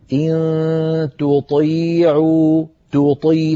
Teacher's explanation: التقى فيها تاء وطاء والتاء والطاء من المخرج نفسه فعلينا أن نرقق التاء ونفخم الطاء ولا نجعل أحد الحرفين يؤثر على جاره الحرف الآخر إن تطيعوا